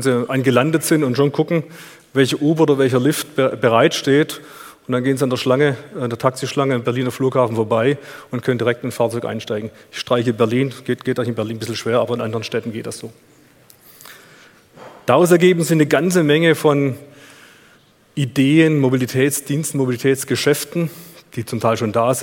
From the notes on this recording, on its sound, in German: in seinem Vortrag auf auto motor und sport Kongress 2019